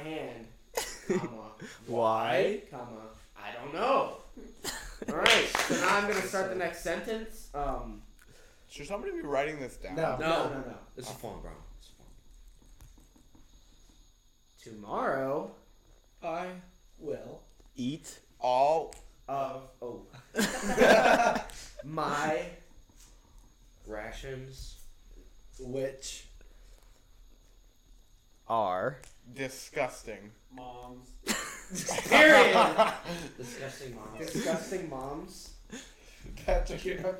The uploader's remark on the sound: We're trying out a new thing with the mics and then it sounds a little weird.